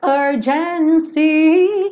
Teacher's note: a gente acaba tendo aí três sílabas praticamente com o mesmo peso